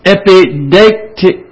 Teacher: EI in the Greek is a diphthong that sounds like A. So I'm saying it's epideictic.